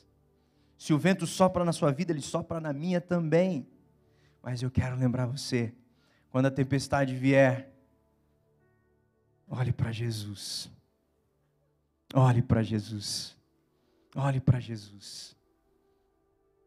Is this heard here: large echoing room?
yes